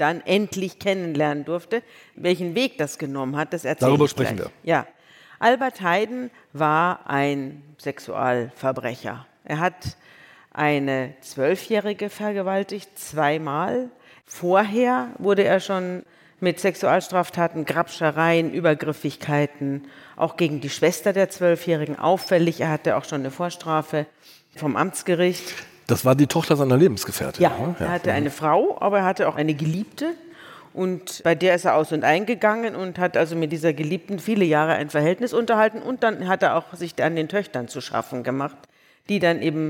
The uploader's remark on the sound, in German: vor Livepublikum im Kölner Theater am Tanzbrunnen